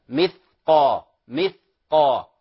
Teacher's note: مثقال ليس فيها قلقلة، ذكرت للأخ السابق لا نقول مثقال، سكن اللسان فقط، وقف اللسان